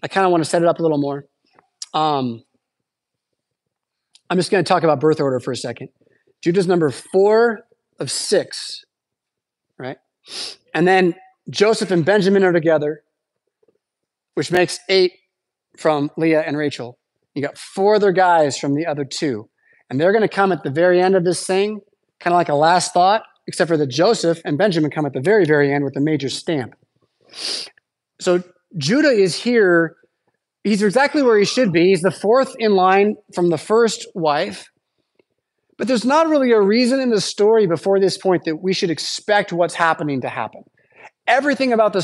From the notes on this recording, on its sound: Preached at St Paul Lutheran Church , Rockford, Illinois on Sunday September 17th, 2023.